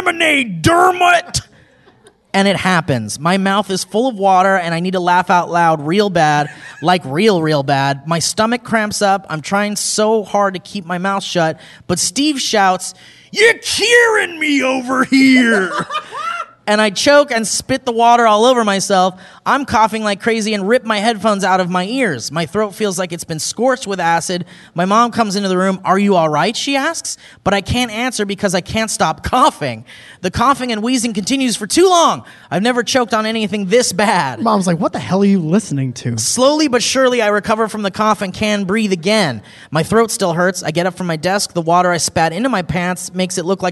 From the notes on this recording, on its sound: LIVE from San Diego Comic Con. Live in front of a capacity crowd here at SDCC.